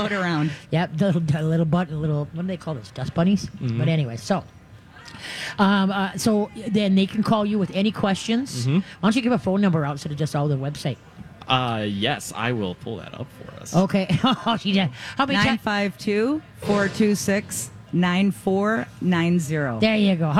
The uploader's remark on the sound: LIVE from the State Fair!